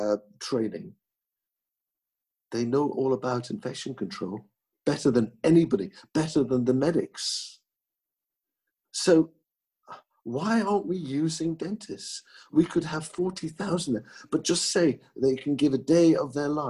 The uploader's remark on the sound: This podcast was recorded via Zoom